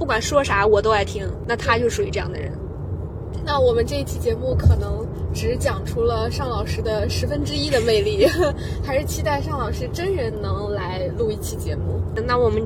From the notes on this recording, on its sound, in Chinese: 在去白云机场路上录制，飞机上剪辑，落地即发布。